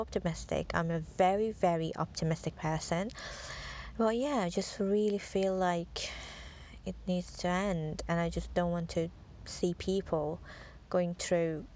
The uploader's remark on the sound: Sitting in the car because my one year old is sleeping, while hubby is doing the shopping.